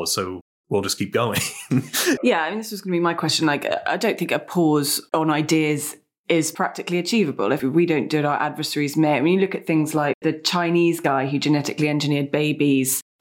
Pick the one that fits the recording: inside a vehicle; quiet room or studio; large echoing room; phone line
quiet room or studio